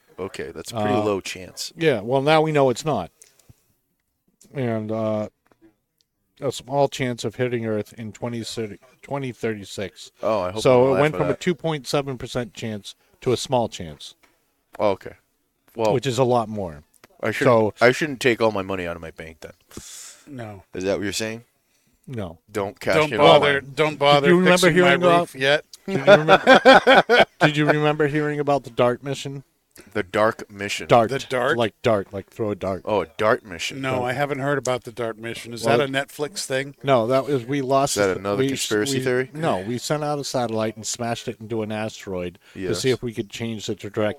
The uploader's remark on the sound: Recorded live from the 7-20-4 Lounge!